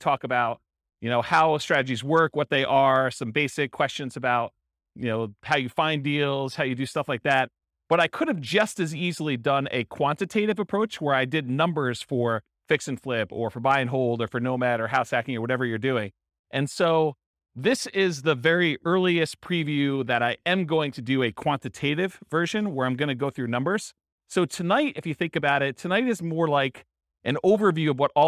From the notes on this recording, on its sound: This was a live class recorded to give investors a solid qualitative overview of all the different real estate investing strategies. Live in-person version.